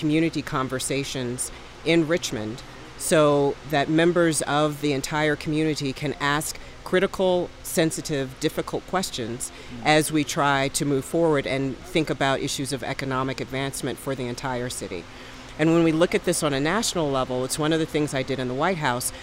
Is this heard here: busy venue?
yes